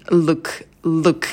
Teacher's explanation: Сидим подольше на звуке «л», тянем его, потом краткий «у», очень быстрый, и на «к» добавляем придыхание.